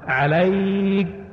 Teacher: صوت كاف مشوب يعني ضعيف